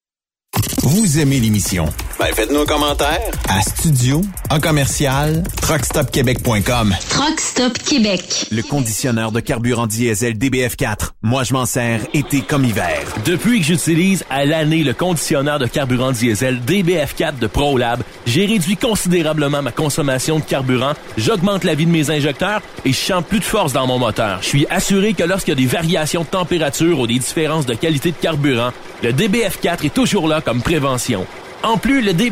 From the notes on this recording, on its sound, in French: En direct de Traction en tournée. Le directeur des ventes chez UAP Véhicules Lourds décrit cet événement qui regroupe de nombreux fournisseurs et clients.